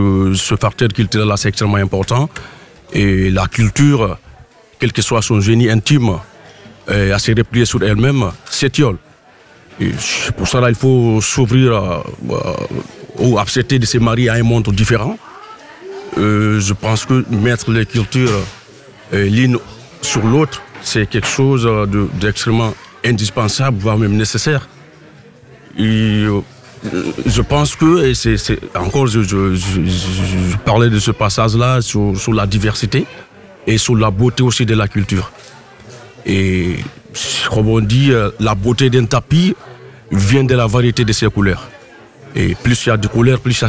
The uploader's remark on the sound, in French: Emission en direct depuis la salle des ventes de la communauté Emmaus de Scherwiller (Centre Alsace) à l'occasion du festival compagnns d'encre